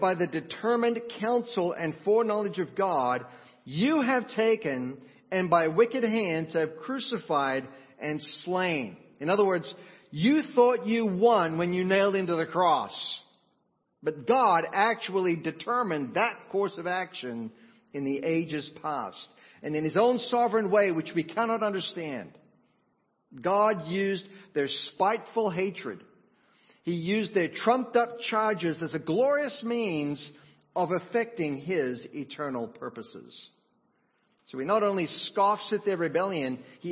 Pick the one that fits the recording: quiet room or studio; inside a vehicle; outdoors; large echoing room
large echoing room